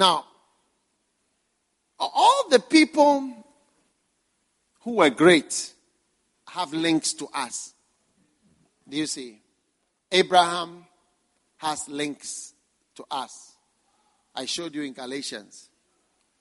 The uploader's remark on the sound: Preached at the First Love Watchnight Service.